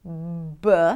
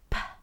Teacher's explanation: shifting from a voiced sound where the vocal cords are vibrating, b, to a voiceless sound where the vocal cords are not vibrating, p. You want to think of the P like a B that is whispered.